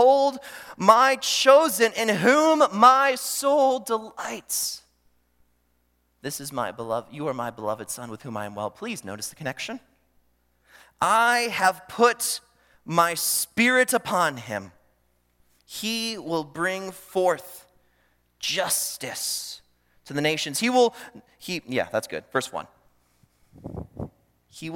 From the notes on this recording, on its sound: during the Morning Worship Service on Sunday, August 27, 2023, at Calvary Baptist Church in Battle Creek, Michigan